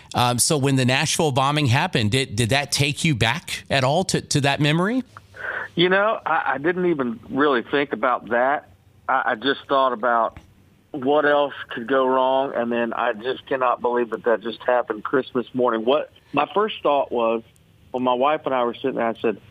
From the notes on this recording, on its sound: called into the show this morning